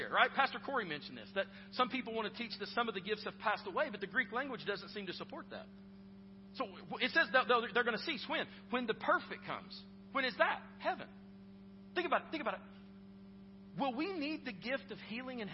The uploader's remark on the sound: Preached at Northstar Church (south campus), in Knoxville, TN